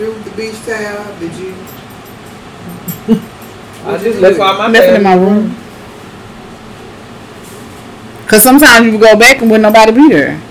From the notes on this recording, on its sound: The audio sucks.